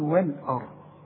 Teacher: اللام انت خدتها قبل كده انها مرققه دائما، هنقول وال آ، وال آ. الراء هي المفخمه عشان قبلها مفتوح